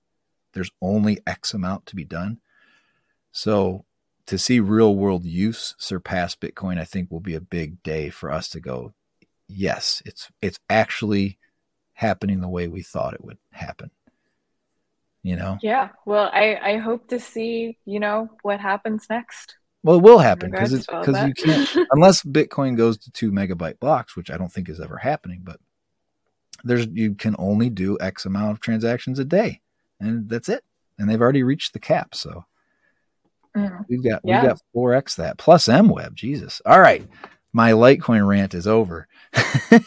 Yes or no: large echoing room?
no